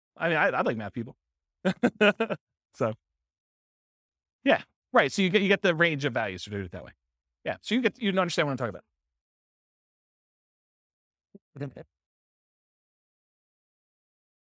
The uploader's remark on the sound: This was a live class recorded